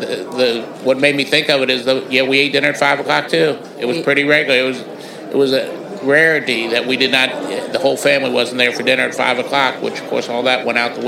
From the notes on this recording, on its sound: SURPRISE podcast interview LIVE from the Midwest Regional Tow Show!